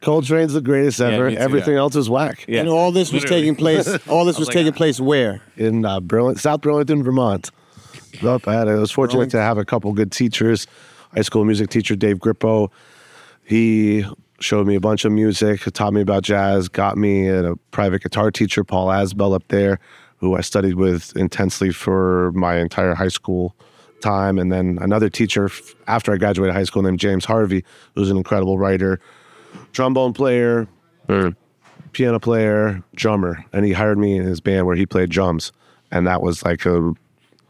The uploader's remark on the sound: Featuring a performance of the piece at the end. Recorded live in New York’s West Village at the Olive tree Café during business hours.